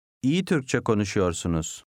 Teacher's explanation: The U before the Y disappears.